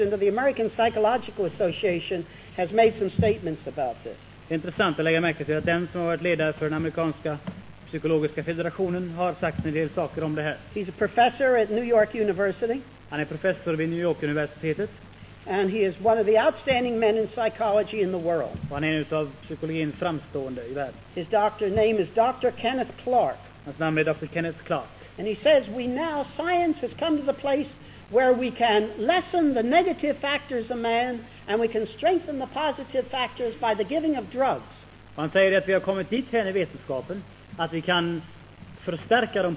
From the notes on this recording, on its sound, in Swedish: Inspelad i Akademiska föreningen i Lund 1973.